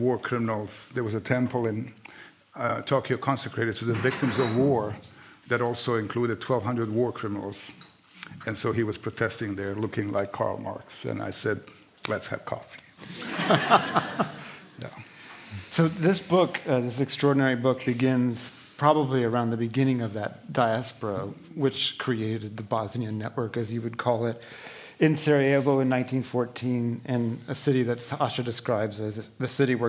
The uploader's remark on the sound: On stage for a conversation on love in wartime and the explosive power of literature.